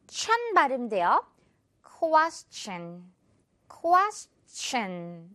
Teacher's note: 바로 션 발음이 납니다. 이제 션이 아니라 치로 시작을 하면서 션 이렇게 끝내주는 거예요.